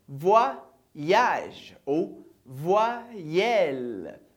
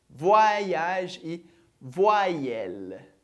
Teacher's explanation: Então, por isso que a gente tem voyage ou voyelle. Duas vezes o som do i. Primeiro, wa. E depois, i.